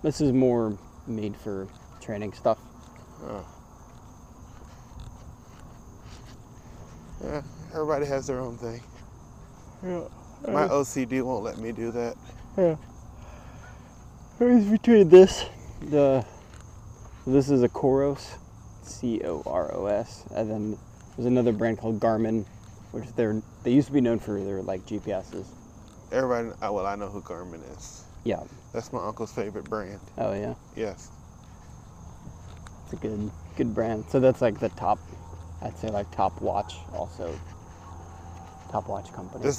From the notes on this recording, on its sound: In this episode I have a walk and talk